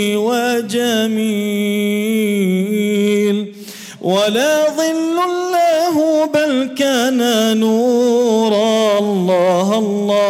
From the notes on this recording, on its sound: At the Houghton Masjid (West Street).